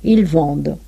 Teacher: No pronuncian nunca la NT de la tercera persona del plural